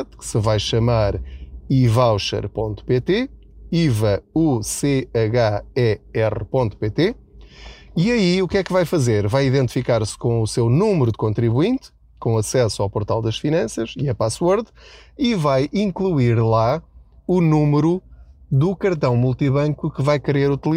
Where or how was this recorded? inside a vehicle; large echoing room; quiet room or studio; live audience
inside a vehicle